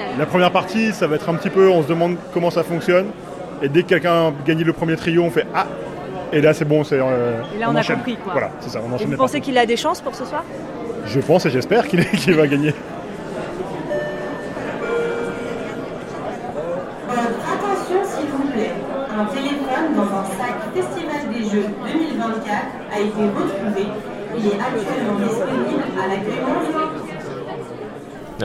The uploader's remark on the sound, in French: nous emmène assister à la 37e édition du Festival international des jeux qui se déroule à Cannes dans les Alpes-Maritimes